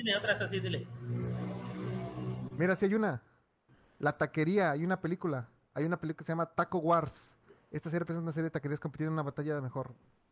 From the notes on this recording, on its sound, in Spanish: En vivo desde Tacos Los Primos